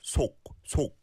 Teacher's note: in 속, it's the O, where your mouth really makes an O shape. · Term: O vowel sound